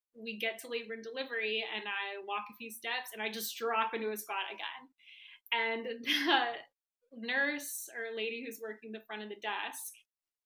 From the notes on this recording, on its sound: Apologies for audio issues, I am a one woman production and sometimes things go awry! Did my best to fix it up for you all.